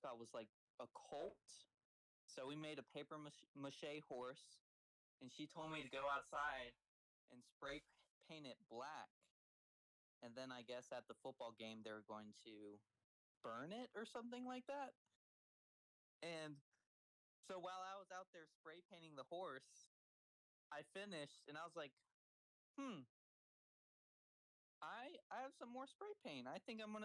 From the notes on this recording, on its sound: The audio quality fell short this ep